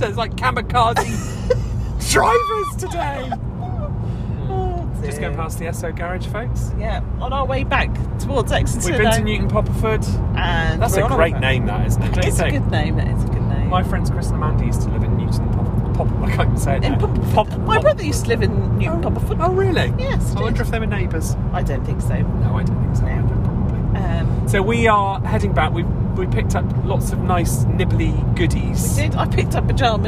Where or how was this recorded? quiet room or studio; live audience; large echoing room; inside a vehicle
inside a vehicle